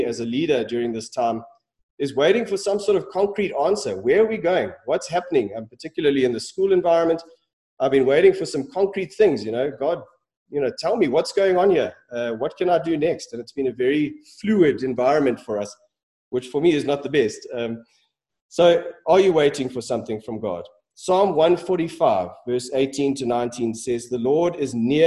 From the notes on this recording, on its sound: Sermon preached at Centre Church